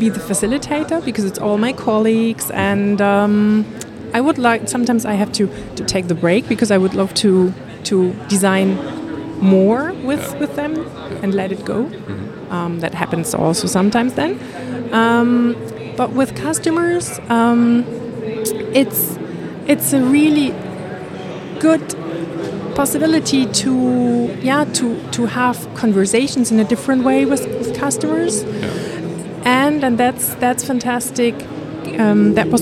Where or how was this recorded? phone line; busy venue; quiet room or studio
busy venue